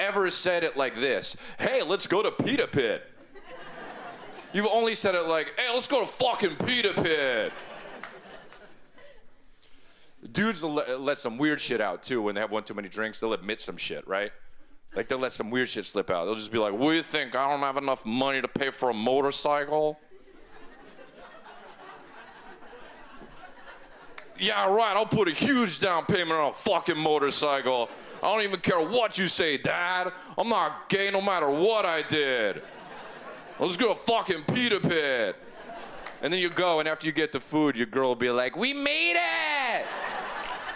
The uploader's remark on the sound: brings his silly observations to the 2011 Just for Laughs Festival in Montreal